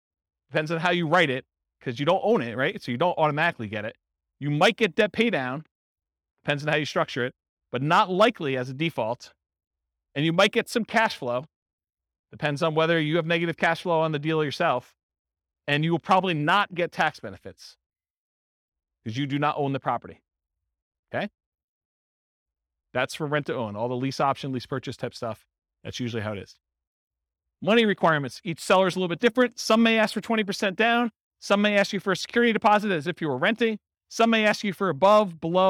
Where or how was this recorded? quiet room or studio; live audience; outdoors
live audience